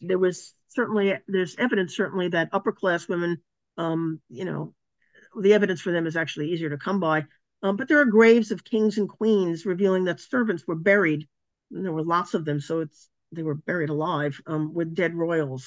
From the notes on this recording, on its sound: A live webinar